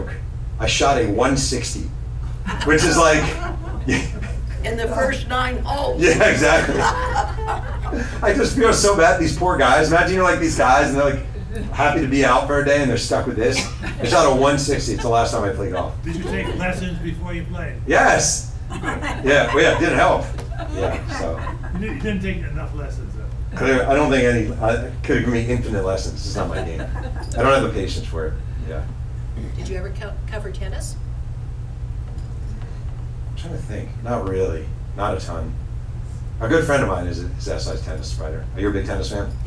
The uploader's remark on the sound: Giving a journalism talk at the Covington. Asked to speak to a group of senior citizens at the Covington in Southern California. The chat was recorded.